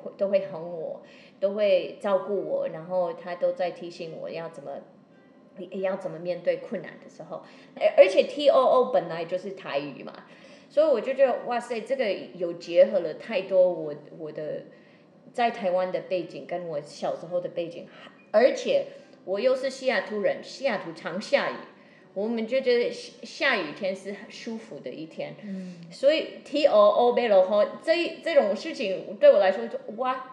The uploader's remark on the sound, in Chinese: 透過主持人提問邀請，現場觀眾說出自己的感受，。由劇團立即即興重現，。